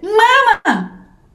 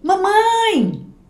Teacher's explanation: a sílaba esticada para eles é a primeira, a sílaba esticada para mim é a segunda, apesar da palavra é igual, ser igual.